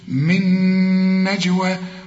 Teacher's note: النون دي بدون تشكيل ساكنة، فبتضغم في النون اللي بعدها بتبقى نون واحدة مثقلة